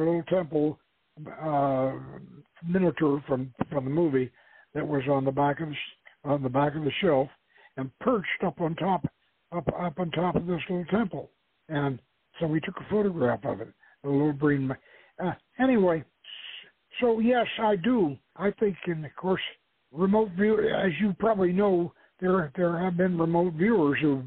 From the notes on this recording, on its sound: The author will be our call in guest.